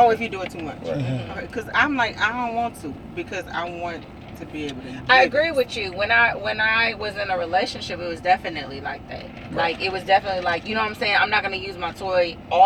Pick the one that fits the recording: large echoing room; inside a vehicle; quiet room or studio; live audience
inside a vehicle